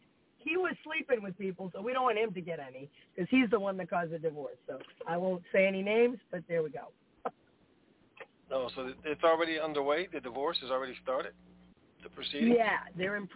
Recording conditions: phone line